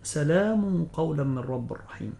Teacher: كذلك أيضا قوله تعالى: سلام قولا من رب الرحيم، هذا الحكم حكم تجويد لكل القراء، إذا وقعت القاف بعد التنوين لابد من تفخيم الغنة